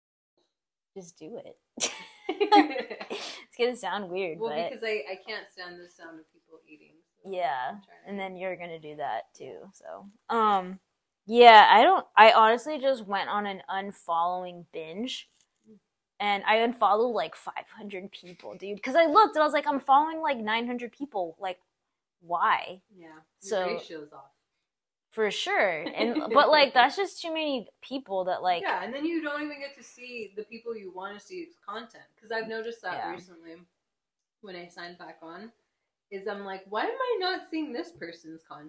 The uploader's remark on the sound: I know I sound far from the mic.